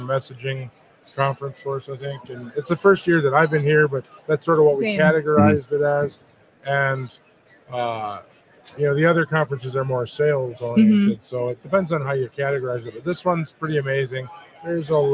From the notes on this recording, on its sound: The Driving Forward Podcast broadcasted live at Manifest.